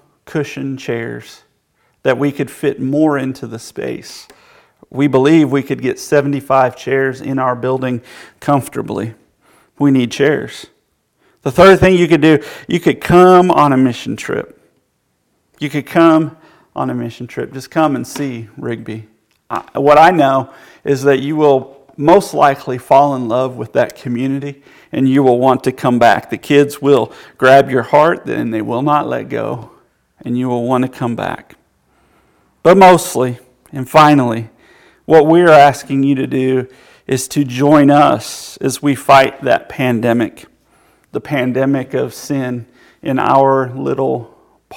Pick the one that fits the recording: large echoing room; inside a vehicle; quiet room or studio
large echoing room